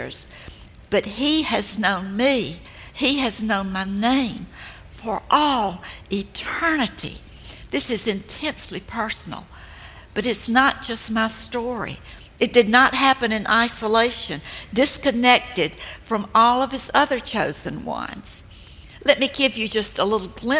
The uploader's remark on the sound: This talk was recorded live at the Grove in Atlanta, GA.